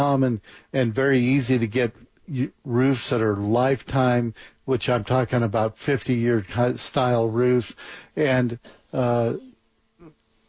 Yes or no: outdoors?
no